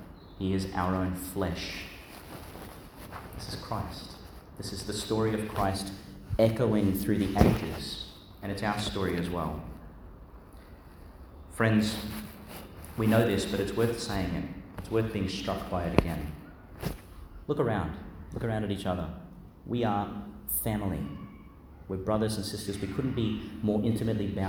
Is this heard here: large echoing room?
yes